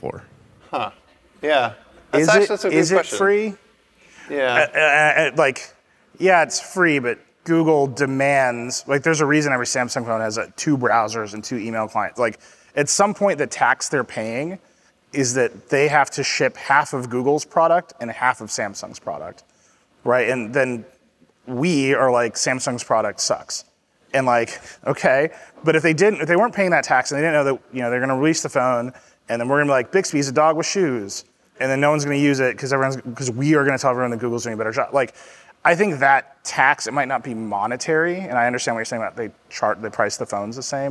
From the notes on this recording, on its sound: Live at On The Verge in New York City. Conduct at Q&A with the audience.